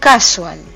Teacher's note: Con acento en la primera A, tal como lo pronuncian los ingleses.